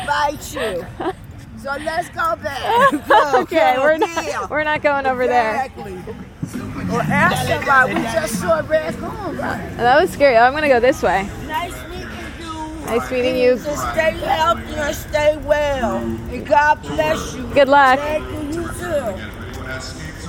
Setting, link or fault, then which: setting, outdoors